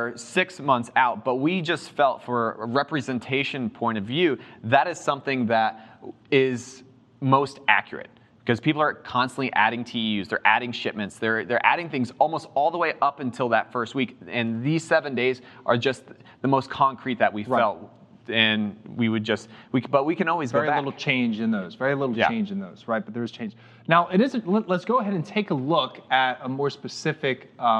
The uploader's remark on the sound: Live from Global Supply Chain Week